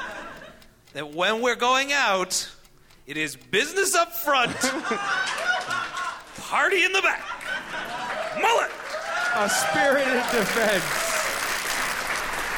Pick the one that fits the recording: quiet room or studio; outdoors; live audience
live audience